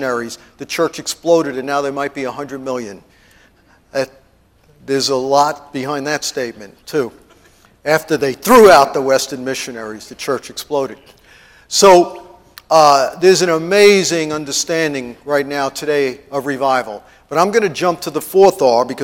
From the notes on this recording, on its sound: TEACHING AT IMPACT CT CONFERENCE MAY 1